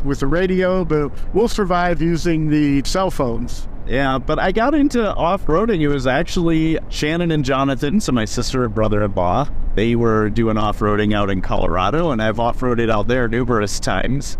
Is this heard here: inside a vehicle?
yes